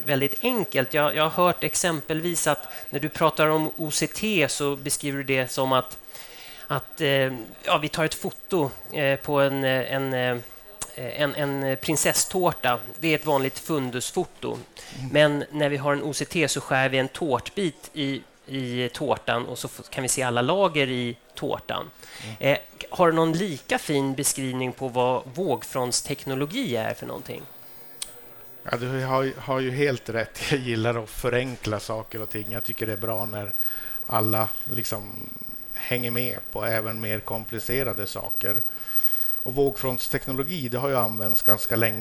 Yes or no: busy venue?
yes